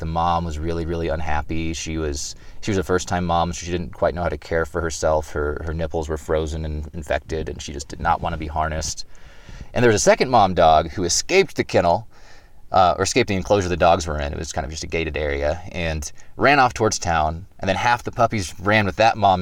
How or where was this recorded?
inside a vehicle